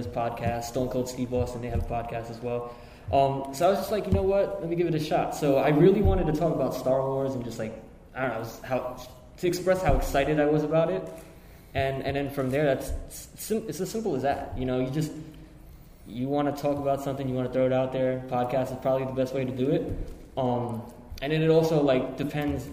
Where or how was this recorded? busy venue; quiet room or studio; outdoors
busy venue